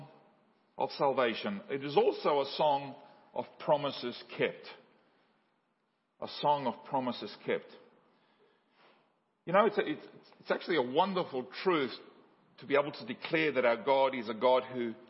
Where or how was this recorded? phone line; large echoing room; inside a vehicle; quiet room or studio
large echoing room